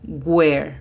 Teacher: Hacen la pronunciación de la W como si fuera una G, cuando la pronunciación correcta pareciera que es con la U. Imagina que hay una U y después está la E.